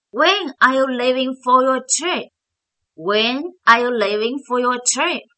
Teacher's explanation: 重音在 leave，而 for 是作为弱读。好，说到弱读了，那么 for 它弱读的时候，它不读为 for，它读为 for。在 for 中的 or 的发音不发为 or，发为 afor。